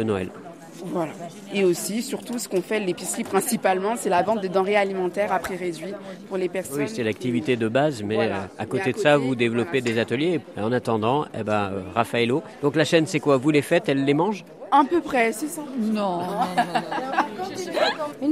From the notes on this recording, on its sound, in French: Un marché éco-responsable de Noël. Le Feuilleton de la semaine propose une promenade au gré des stands à la rencontre des exposants et des visiteurs.